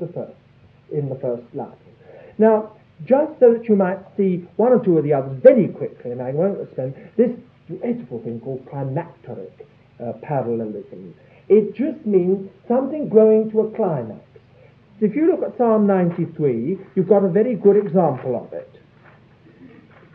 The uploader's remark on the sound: Audio quality is very poor